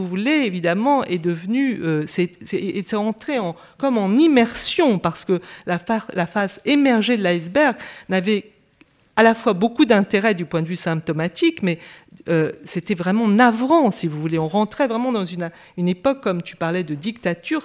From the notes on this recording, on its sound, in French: Intervention enregistrée le 25 avril 2013 dans le cadre du colloque « Ce qu’expose veut dire.